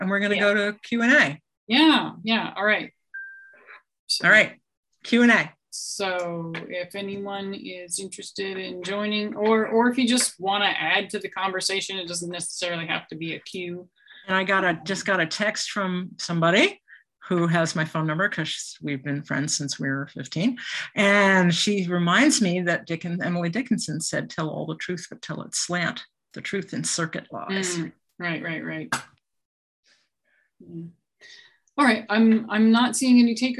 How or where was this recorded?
video call